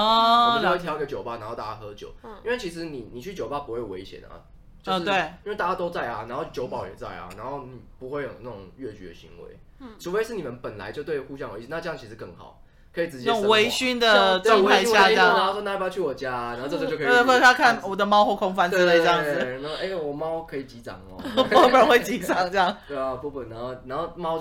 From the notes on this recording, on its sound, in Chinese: 收音最近都有忽遠忽近的問題